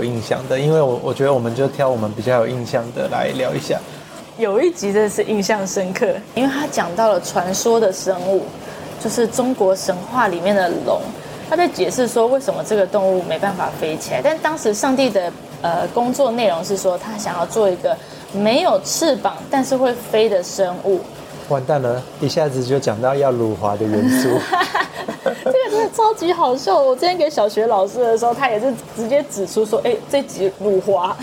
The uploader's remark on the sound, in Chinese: 錄音當天大暴雨，收音品質略差敬請見諒。